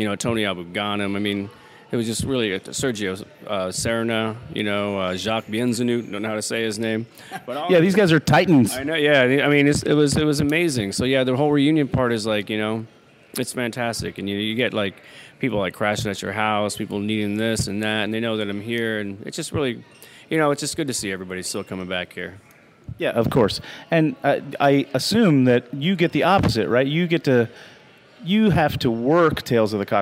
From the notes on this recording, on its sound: reporting from the field at Tales of the Cocktail in New Orleans, the world's premier cocktail festival